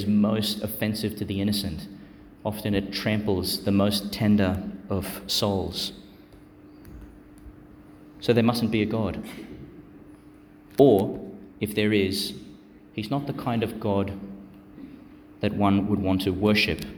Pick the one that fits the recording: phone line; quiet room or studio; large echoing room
large echoing room